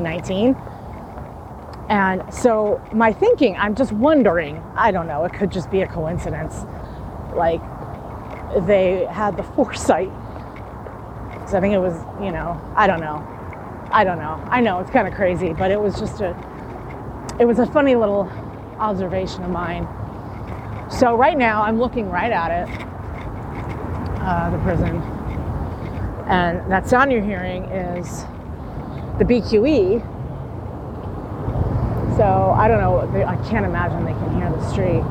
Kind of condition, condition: setting, outdoors